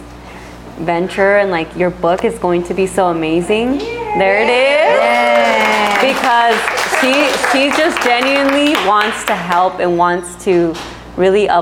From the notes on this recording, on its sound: Live Podcast Event. Our very own Live Podcast recording.